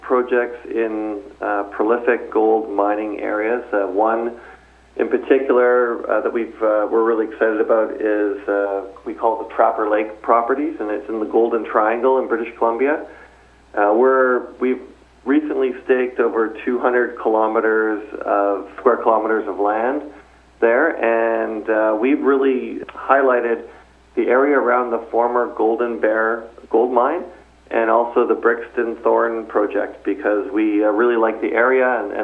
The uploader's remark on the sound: called in to SmallCapVoice